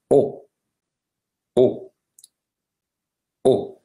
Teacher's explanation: l'apertura della bocca sarà leggermente più chiusa · Term: O chiusa